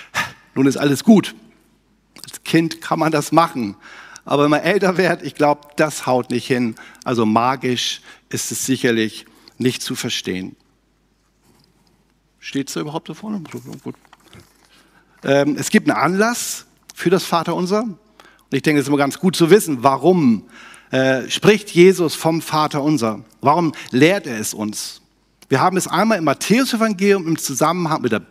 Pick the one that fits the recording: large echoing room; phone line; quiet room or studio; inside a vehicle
large echoing room